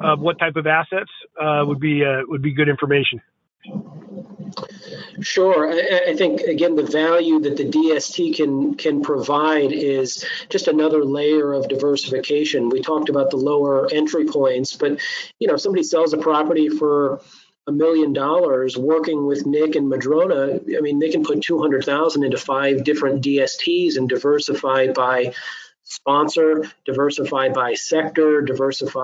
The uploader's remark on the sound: Recording of my August 10, 2021 Live Webinar.